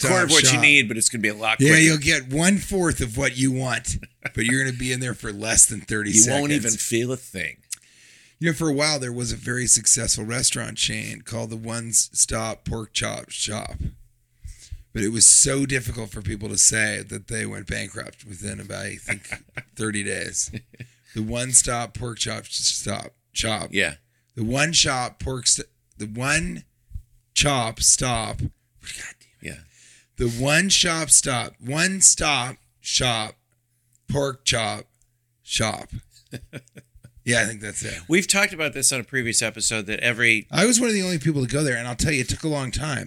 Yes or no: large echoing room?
no